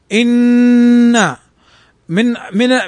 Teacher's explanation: على سبيل المثال إنا أعطيناك الكوثر، لا نقول فقط إنا أعطيناك الكوثر، وإنما نظهر صوتا يقال له في التجويد الغنة، وهي اسمعوها كما أنطقها الآن في تشديد النون كما قرأ القراء حيث قرأوا إنا أعطيناك الكوثر، فأظهروا صوتا من الخيشوم يقال له الغنة